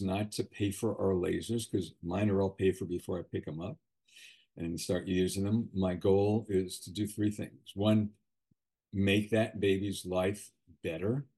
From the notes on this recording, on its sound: Webinar Recording of Airway Health Solutions - Master Class.